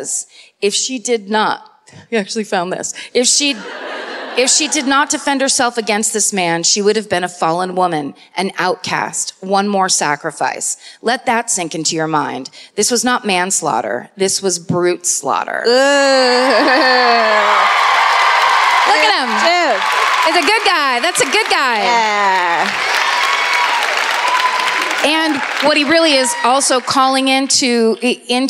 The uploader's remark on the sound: Live at the Sony Centre in Toronto